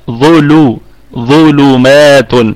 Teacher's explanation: طيب ظلمات الظاء في ثالث درجات التفخيم، في الدرجة الثالثة من درجات التفخيم، وبقية الكلمة مرققة. ونراعي بعد الظاء ترقيق اللام